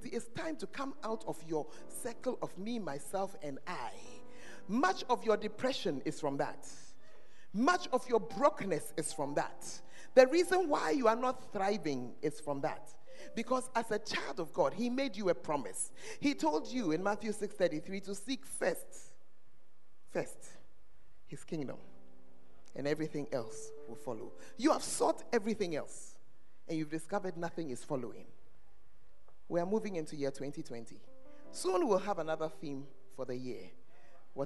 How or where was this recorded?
large echoing room